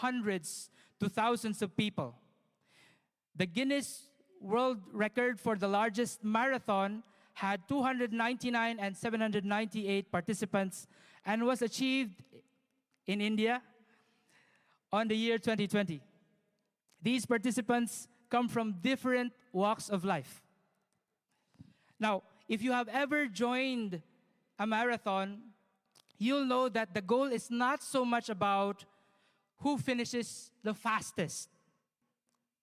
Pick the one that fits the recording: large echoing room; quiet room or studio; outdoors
large echoing room